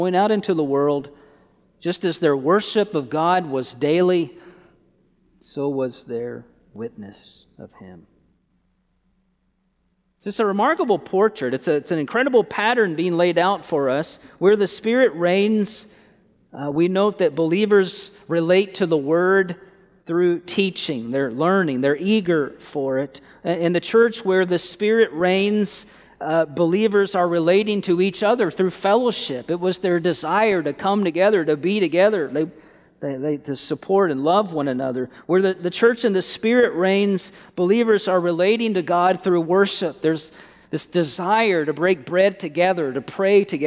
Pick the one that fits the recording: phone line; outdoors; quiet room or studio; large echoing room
large echoing room